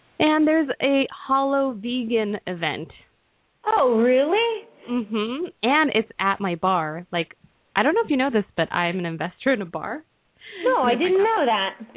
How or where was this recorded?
phone line